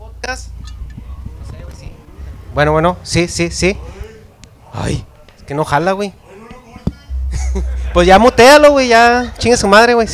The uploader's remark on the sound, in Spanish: Episodio Especial En Vivo Desde El Dragon Rojo